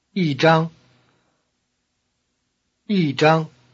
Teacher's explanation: Notice that the high tone of E changes to falling tone before another high tone.